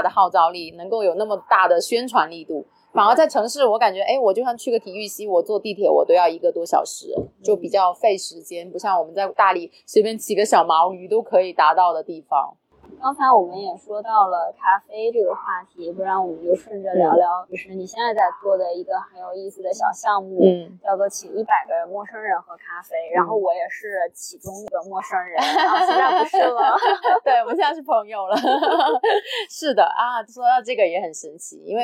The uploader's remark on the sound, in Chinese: 本期节目于户外录制，更推荐你在安静的环境下收听